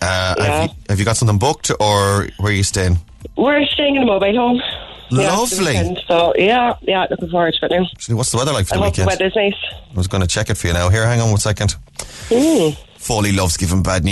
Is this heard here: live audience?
no